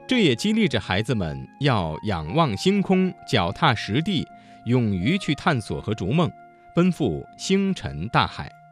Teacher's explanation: 声母是翘舌音的字有激励着的遮，脚踏实地的实，逐梦的逐，星辰大海的辰